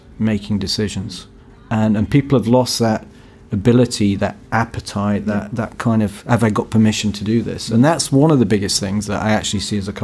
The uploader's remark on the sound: recording live from the Tavern Stand at Lords Cricket Ground